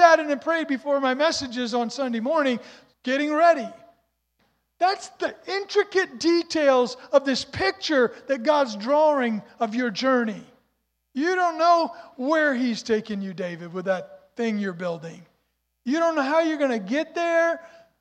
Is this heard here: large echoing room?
yes